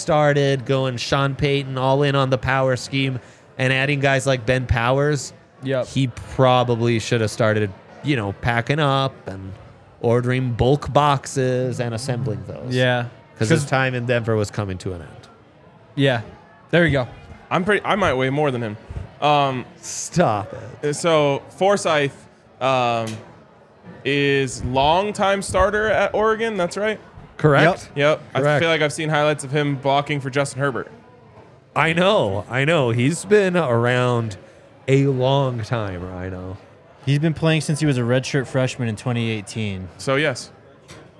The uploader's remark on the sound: Coming to you LIVE from the DNVR Bar.